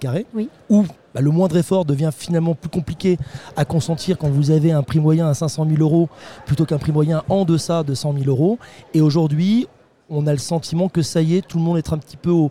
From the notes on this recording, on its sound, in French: Un sujet enregistré au Salon RENT. Un sujet enregistré au Salon RENT.